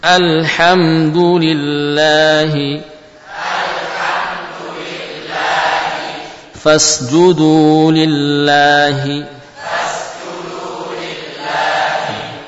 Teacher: Adapun lam pada lafadz Allah dibaca tipis jika sebelumnya kasrah.